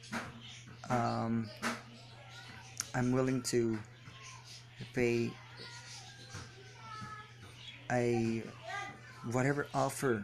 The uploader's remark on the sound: sorry for the background noise its my ceiling fan